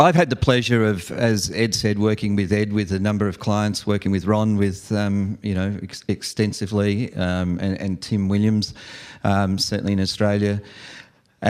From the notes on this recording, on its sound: live event coverage of the VeraSage Symposium